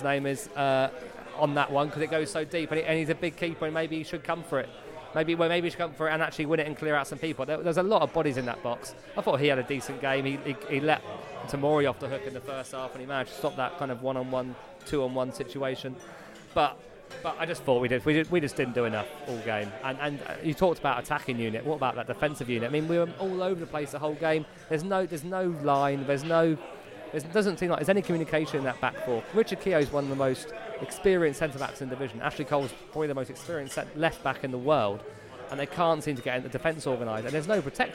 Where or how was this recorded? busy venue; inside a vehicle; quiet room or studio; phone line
busy venue